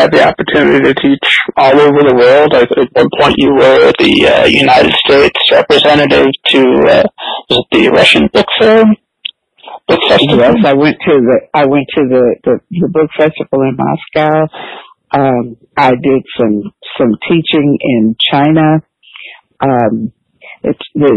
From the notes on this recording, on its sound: Unfortunately, large parts of our talk were lost due to technical difficulties. We conducted this interview by phone out of necessity, which is why there's no video, and I used new recording software for the first and last time.